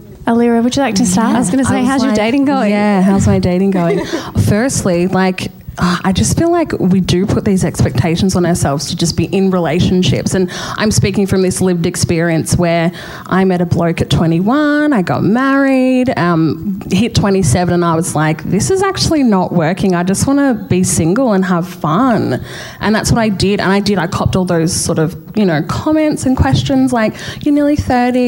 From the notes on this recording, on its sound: Our first KIC POD LIVE. KIC Pod's first ever live recording.